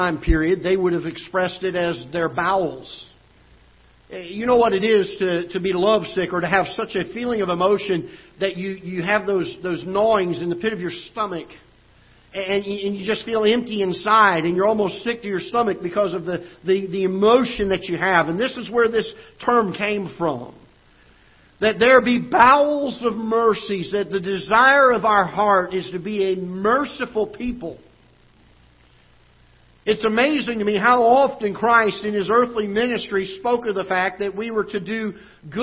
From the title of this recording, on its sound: Ketha Heights Baptist Church ~ Live Broadcast